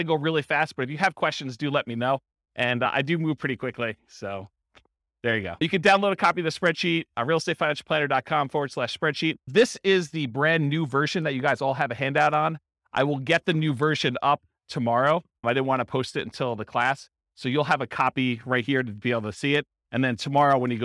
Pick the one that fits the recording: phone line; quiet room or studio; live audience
live audience